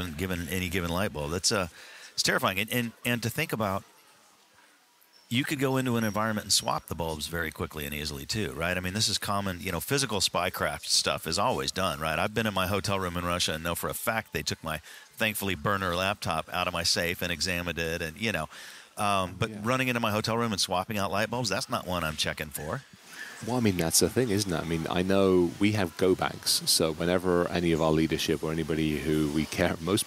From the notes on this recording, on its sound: Recording from the HIP Global 2023 conference in NYC.